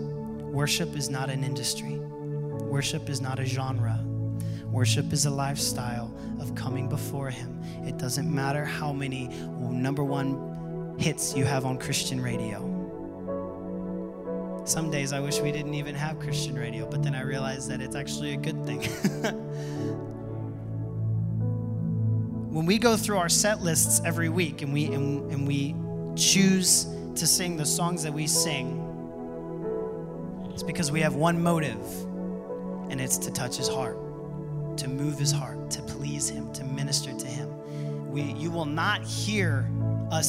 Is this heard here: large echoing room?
yes